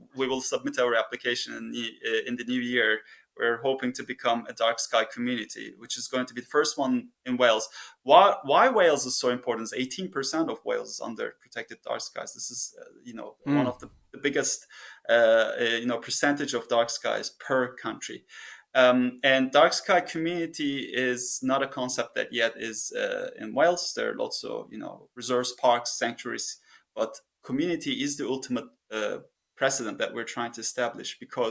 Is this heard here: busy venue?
no